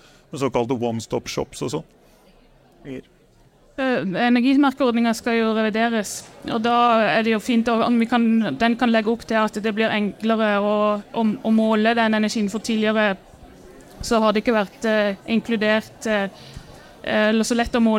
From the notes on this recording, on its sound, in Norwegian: Vi tok praten live fra Arendalsuka